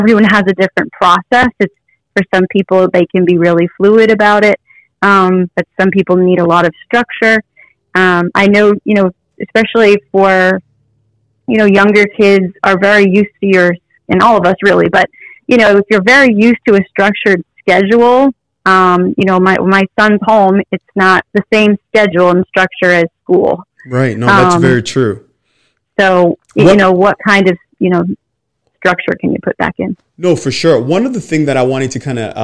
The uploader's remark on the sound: I had an awesome phone interview today